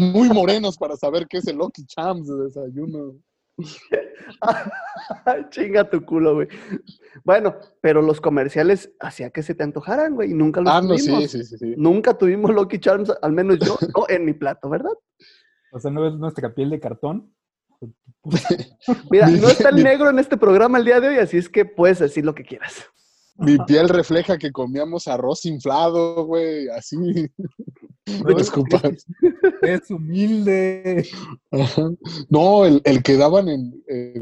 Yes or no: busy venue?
no